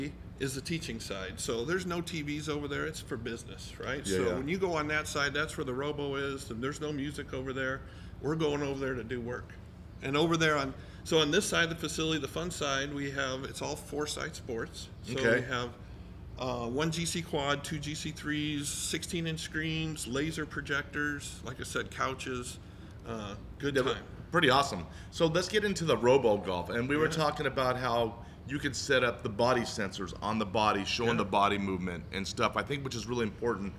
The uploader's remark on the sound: Live from Robo Golf Pro in Las Vegas